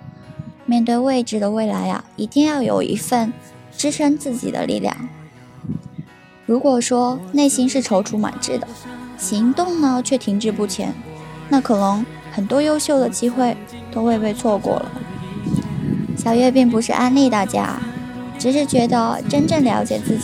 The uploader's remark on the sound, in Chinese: 学校录音的地方太难选择了。最后只能在天台录音，希望大家不要太在意天台的风声。